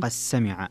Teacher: فيها الدال مع السين، فيها الإدغام الصغير لأبي عمرو، لقد سمع، نعم، لأبي عمرو وهشام وحمزة والكسائي وخلف، لقد سمع الله وقول الذين قالوا.